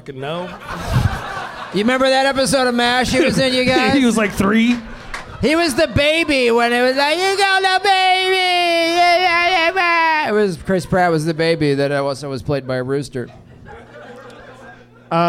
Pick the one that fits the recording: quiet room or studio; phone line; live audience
live audience